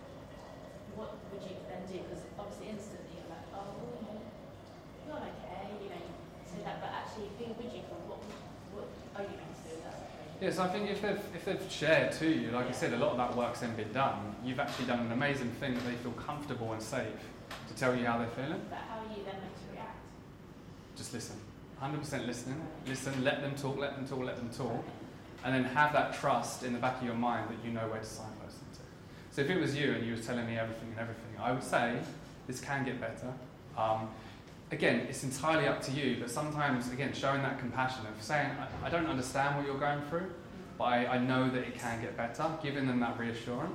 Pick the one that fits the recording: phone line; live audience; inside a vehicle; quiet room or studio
live audience